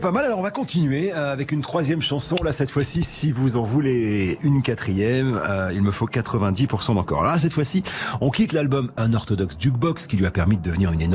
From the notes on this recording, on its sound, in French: Emission en direct du Salon International de l'Agriculture Porte de Versailles à Paris